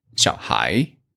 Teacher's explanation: It's just we don't have these retroflex final pronunciation in most of the places in South China. You can consider as a pronunciation difference between North China and South China.